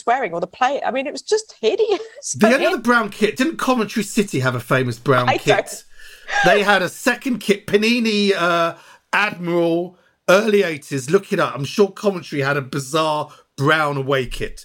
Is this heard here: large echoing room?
no